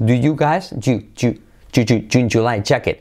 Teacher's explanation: Porque la D y la Y se convierten como una sonido GJ.